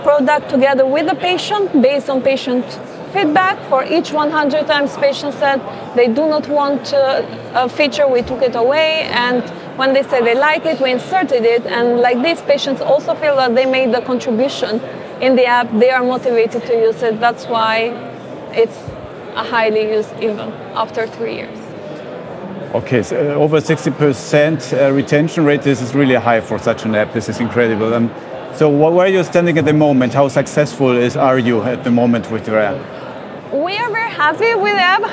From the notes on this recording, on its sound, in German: Die DMEA zählt mit rund 700 Ausstellern aus 30 Ländern sowie über 16.000 BesucherInnen zu den wichtigsten Events für Digital Health-Startups in Europa. Der ideale Ort also, um eine Live-Folge aufzuzeichnen.